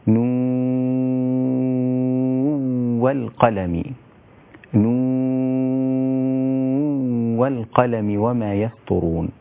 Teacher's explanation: وتقف عليها في بعض القراءات إذا وصلت تدغم نون مع الواو، لأن نهاية كلمة نون عند النطق نون ساكنة، فيكون الحكم التقاء النون الساكنة مع الواو إدغام بغنة، إدغام ناقص، ويصير النطق بها وصلا هكذا: نو والقلم، نو والقلم وما يسطرون.